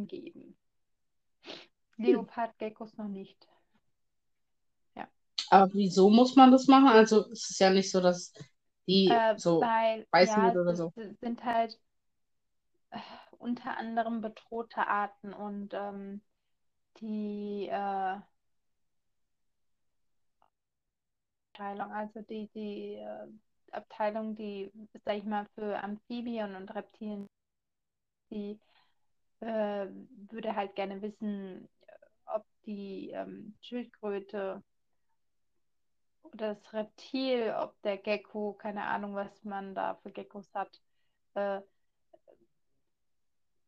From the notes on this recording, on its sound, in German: Wir möchten uns für die Ton- Qualität entschuldigen. Durch permanente Verbindungsschwierigkeiten hat der Ton sehr gelitten.